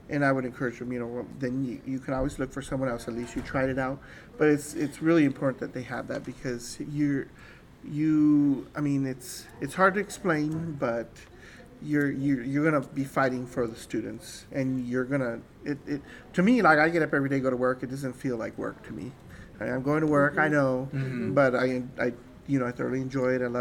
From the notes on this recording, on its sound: Was on-site at the ASPIRE Wyoming/Colorado (WYCO) Conference 2023 to visit with various staff members of TRIO programs across Colorado and Wyoming.